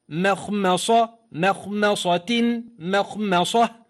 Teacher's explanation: وحاذر تفخيم الميم الأولى والثانية من مخمصة ومن مرض